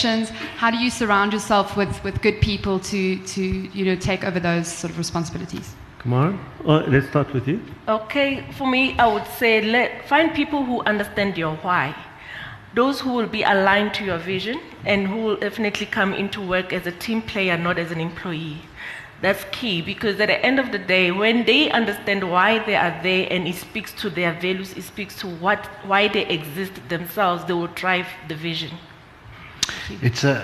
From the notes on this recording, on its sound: At the BDTV SME Summit that was recently hosted in Joburg, the delegates were given an opportunity to ask the panel any question they wanted to. Open Q & A session.